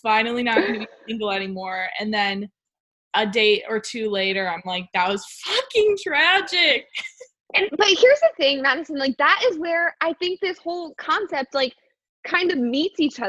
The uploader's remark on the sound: Second quarantine zoom date is in the books